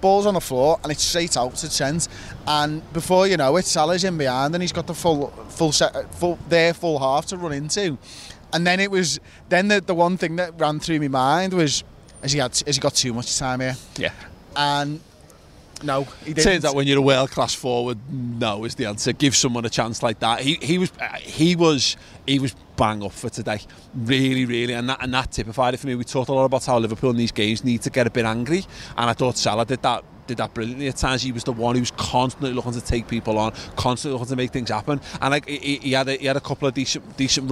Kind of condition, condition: setting, outdoors